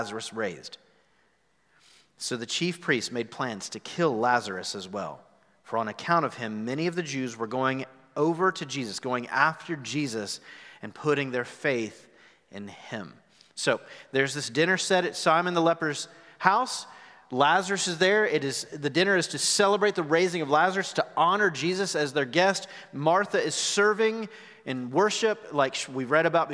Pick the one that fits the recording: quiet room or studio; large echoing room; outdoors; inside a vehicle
large echoing room